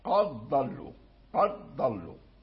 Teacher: وإذا أدغمنا فالدال لا يبقى، تصير حرف واحد مشدد، الضاد مشدد فقط · Term: الإدغام